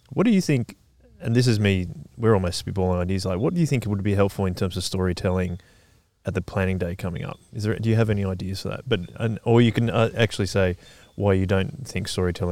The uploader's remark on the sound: In the first ever episode outdoor AND not recorded in the Third Space Studio